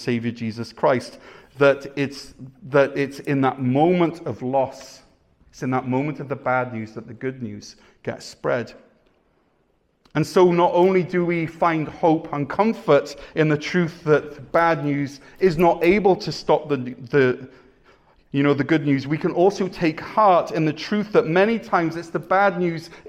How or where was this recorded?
large echoing room